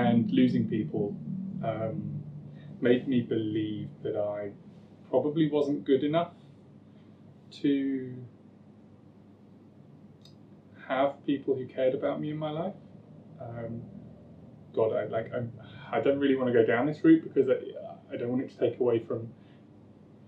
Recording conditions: poor sound quality